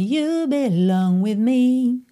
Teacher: esse with fica bem curtinho